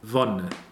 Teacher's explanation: That open O is a very, very open sound.